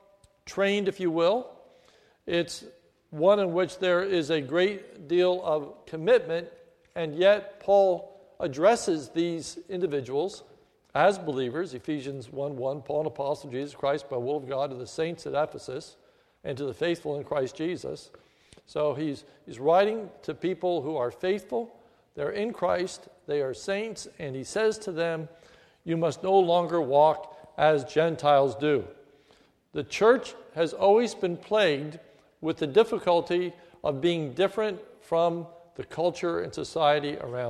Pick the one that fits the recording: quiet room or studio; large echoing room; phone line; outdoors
large echoing room